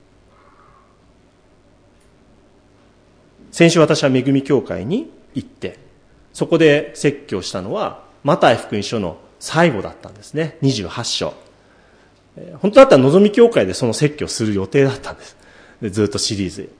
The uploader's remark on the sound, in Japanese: 主日礼拝説教録音